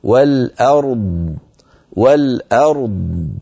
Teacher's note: أعطى الراء حقها من التفخيم والبينية والأر، ثم انتقل إلى الضاد فأعطاها حقها من الرخاوة والتفخيم والاستطالة.